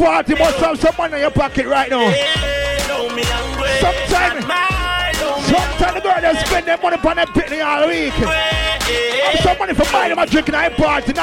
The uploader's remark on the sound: LIVE TAKING ON GREENWICH FARM KINGSTON 13 JAMAICA